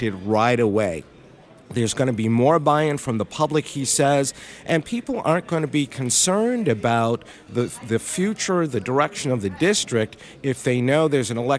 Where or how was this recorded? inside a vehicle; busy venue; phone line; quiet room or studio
busy venue